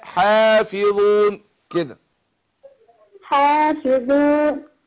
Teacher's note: الحاء مرققة والالف تابعة ليها فالالف تتبع ما قبلها